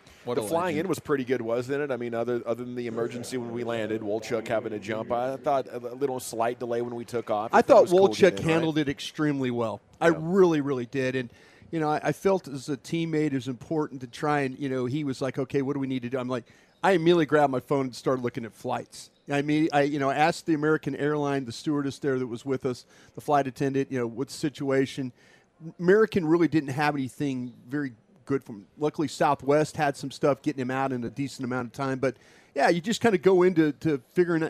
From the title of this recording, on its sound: live from Rangers Spring Training